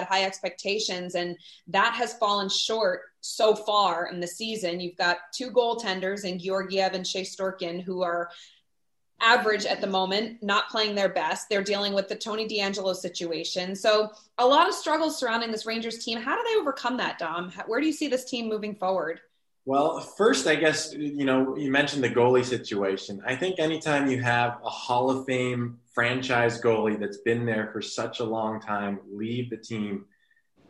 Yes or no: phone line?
no